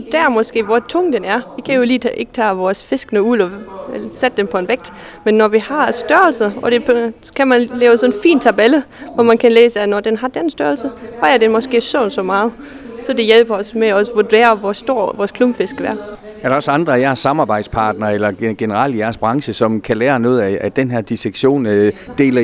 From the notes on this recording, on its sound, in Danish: foran et større publikum på Nordsøen Oceanarium i Hirtshals